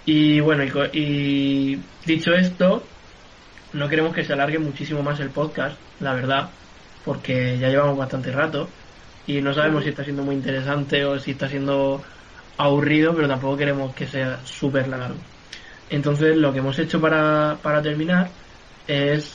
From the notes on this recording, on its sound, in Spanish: Perdón de antemano por la calidad del audio, el skype y nuestros wifis no dan para más.